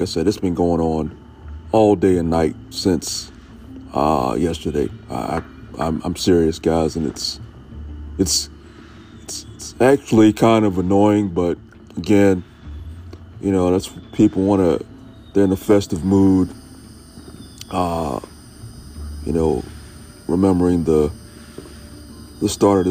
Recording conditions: sounds in the background